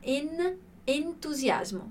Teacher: a gente pronuncia esse N como se, quase como se tivesse uma vogal ali depois